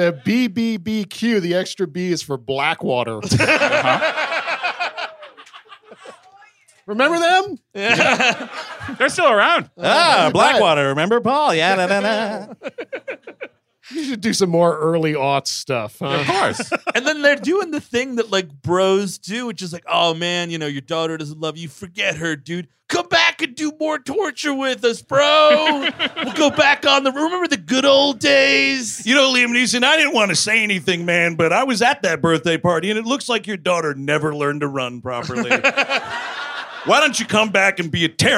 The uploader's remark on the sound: Live in Chicago. Recorded October 14, 2021 at Zanie's, Chicago, IL. One of the nights from our recent October run of shows.